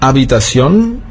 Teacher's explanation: Ja, das wird also nicht mitgesprochen. Habitación wird zwar mit einem H geschrieben, aber nicht ausgesprochen. · Term: Das H ist stumm